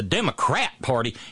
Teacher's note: when you say the Democrat Party, you emphasize the word rat.